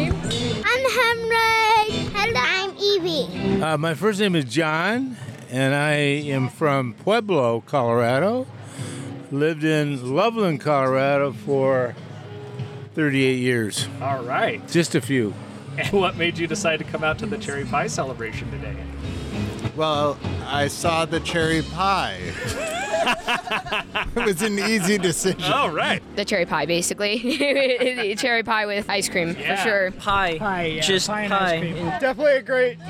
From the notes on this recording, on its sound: Impressions at the Cherry Pie Celebration 2022. Visits the Annual Cherry Pie Festival and chats with Loveland residents.